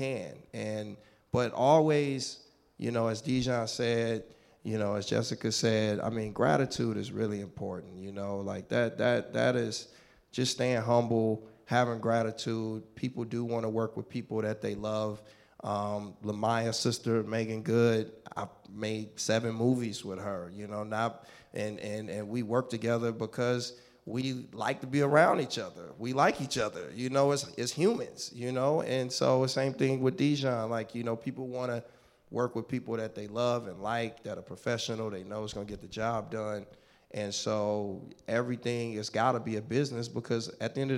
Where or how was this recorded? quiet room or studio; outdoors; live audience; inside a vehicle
live audience